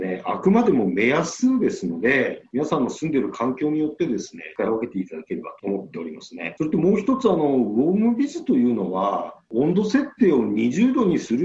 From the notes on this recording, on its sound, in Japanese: Zoomによるリモートインタビュー